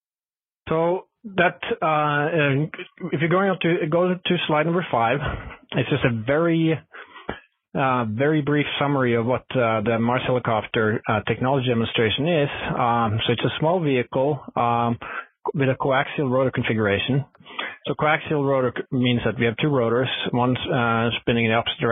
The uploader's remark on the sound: Future in Space Operation teleconference